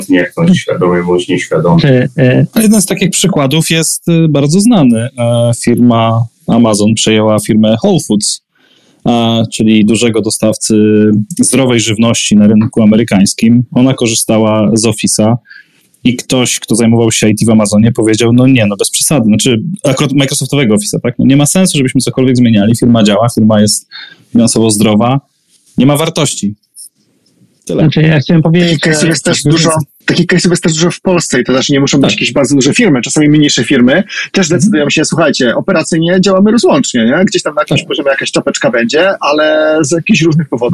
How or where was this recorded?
video call